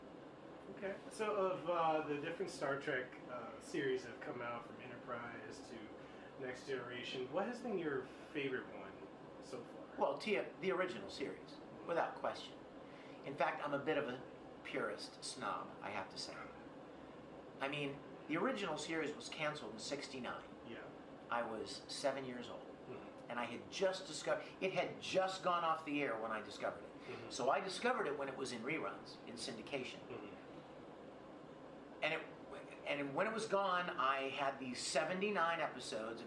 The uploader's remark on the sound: EXCLUSIVE Interview at HAWAII CON 2019